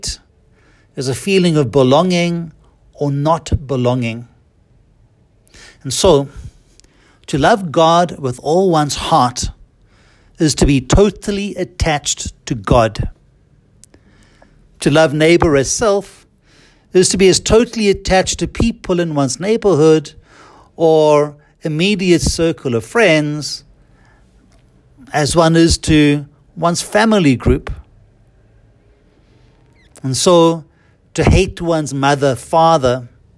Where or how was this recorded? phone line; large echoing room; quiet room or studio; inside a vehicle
large echoing room